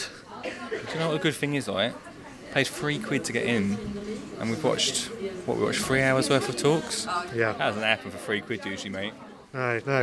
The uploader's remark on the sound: We take a trip to Brighton's Seedy Sunday event. We talk to one of the organisers about what Seedy Sunday is and we take a walk around to see what we can find.